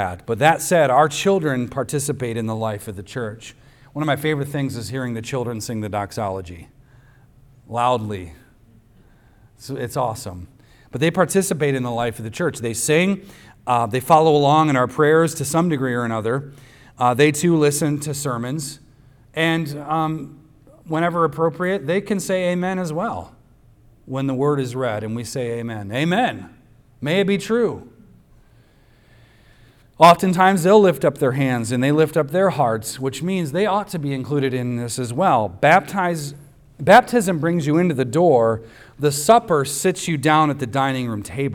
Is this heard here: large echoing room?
yes